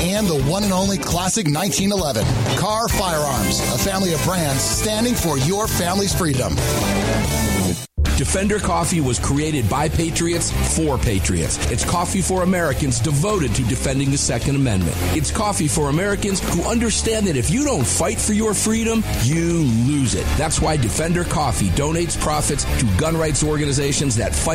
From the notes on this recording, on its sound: Live from Daniel Defense.